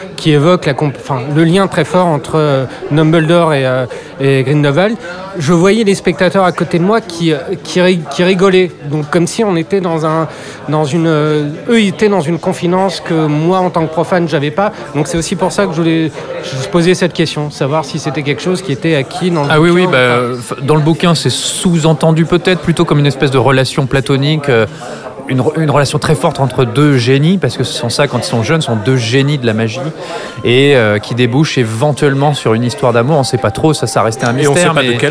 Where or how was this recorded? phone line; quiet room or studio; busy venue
busy venue